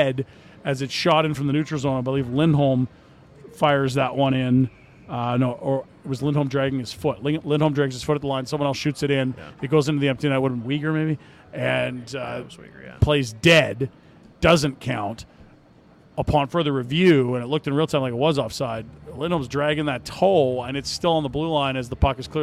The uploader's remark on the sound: LIVE from the Grey Eagle